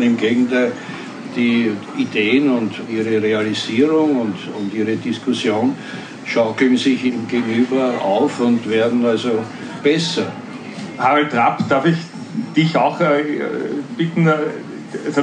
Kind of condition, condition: setting, live audience